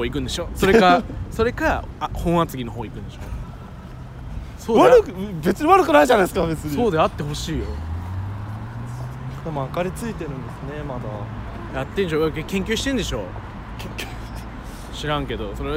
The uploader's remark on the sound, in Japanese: グダリTOKYOヲーキング。収録場所がなさすぎて、ウォーキング・デッド。しゃあないから、2駅くらい歩いちゃうかってくらいのノリの今回。歩きながらしゃべる。夜のTOKYOって、人を少し、大胆にさせるよネ・・・。